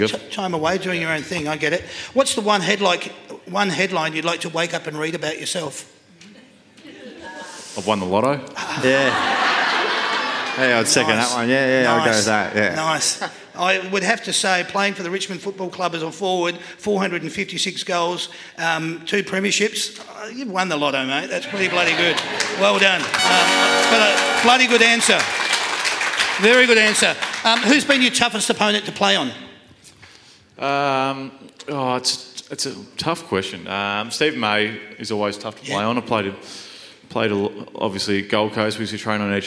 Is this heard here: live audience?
yes